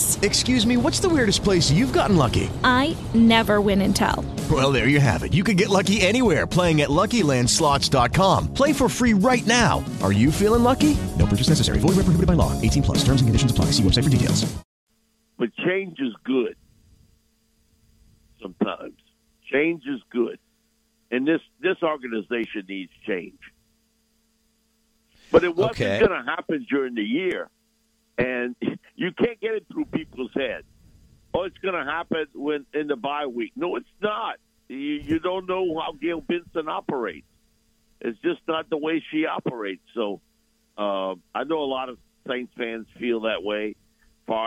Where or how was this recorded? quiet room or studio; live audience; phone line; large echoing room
phone line